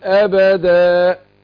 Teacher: فيوقف على التنوين المفتوح بالالف ويسمى عوض، يعني عوض الالف عن التنوين.